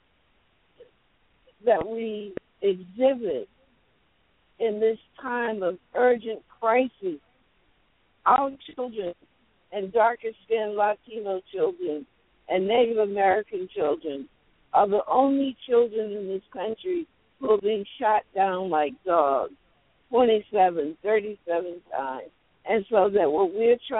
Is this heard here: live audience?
no